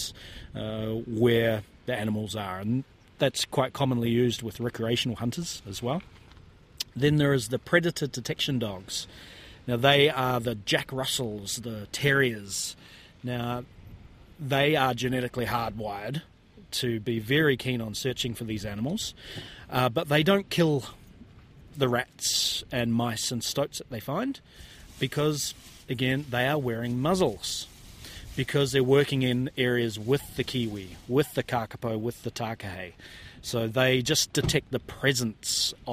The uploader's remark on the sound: on a little penguin search in Wellington